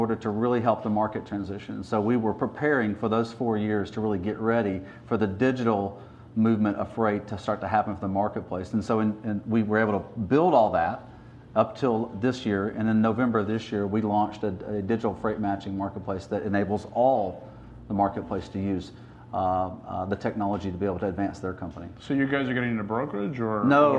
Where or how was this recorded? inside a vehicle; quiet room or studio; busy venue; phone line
busy venue